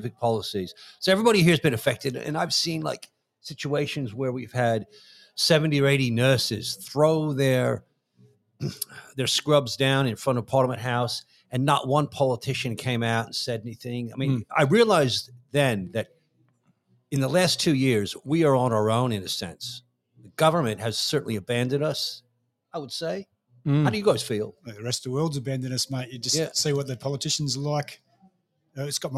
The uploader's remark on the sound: Live from The Donnybrook Football Club. I inadvertently missed posting this live stream as an episode.